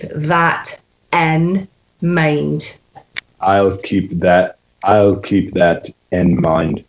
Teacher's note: So you've got, I'll keep that, and then the I-N is more of an E-N sound, N, and then in the word mind, you've kind of got that same sound.